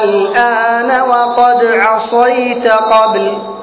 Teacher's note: مد لازم كلمي ولكنه مخفف، ما في شدة ولا إدغام، ساكن